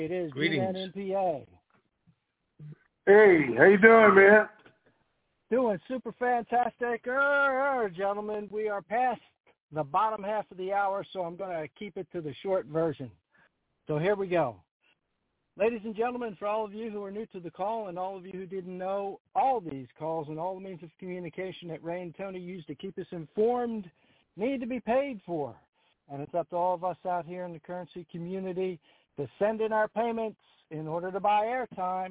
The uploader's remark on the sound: TNTSuperfantastic Conference Call